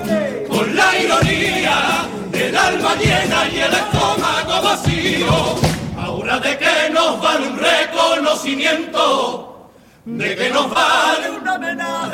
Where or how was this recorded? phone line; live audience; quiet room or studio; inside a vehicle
live audience